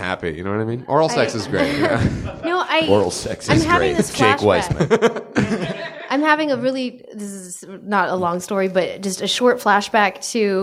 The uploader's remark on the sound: Recorded live at Nerdist Theatre.